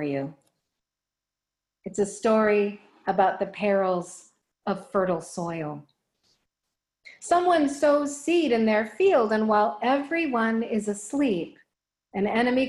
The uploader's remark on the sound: Recorded live in Zoom.us